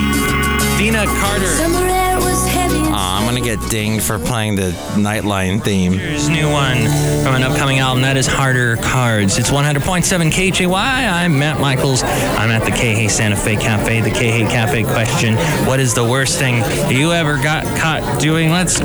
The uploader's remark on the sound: podcasts live from Café Anyway